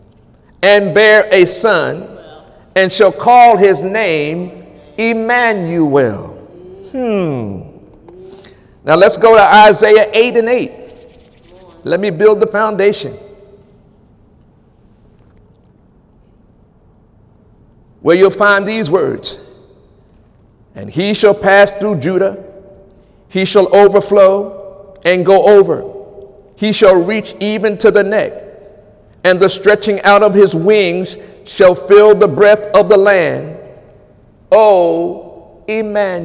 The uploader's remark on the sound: During Wednesday night service on December 20, 2017. During Wednesday night service on December 20, 2017.